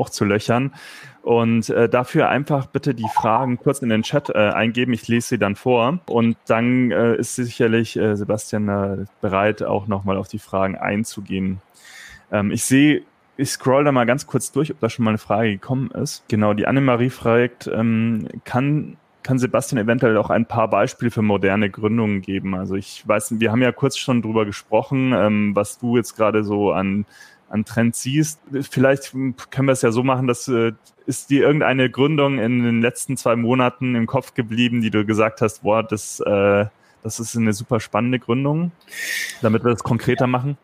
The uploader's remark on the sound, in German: Diese Episode entstand als Live-Podcast bei unserem 7. Virtuellen Sidepreneur Meetup.